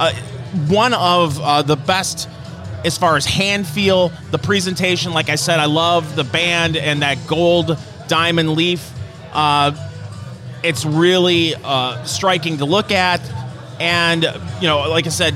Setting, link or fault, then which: setting, busy venue